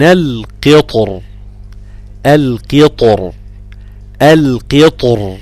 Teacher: أما بقى لو كان الحرف الساكن ده حرف استعلاء، زي الموجود في سورة سبأ، ربنا بيقول عين القطر القطر القطر، قاف مكسورة والطاء ساكنة وبعدها راء ساكنة ولكن الطاء مفخمة · Term: فخمت الراء